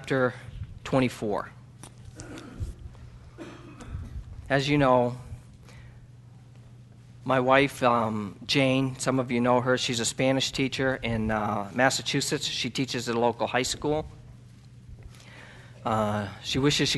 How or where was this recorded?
large echoing room